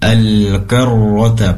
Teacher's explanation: pastikan ro yang bertasydid di sini disempurnakan tafkhimnya, tebalnya